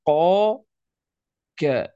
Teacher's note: سوف نستشعر أن القاف أبعد ثم تأتي الكاف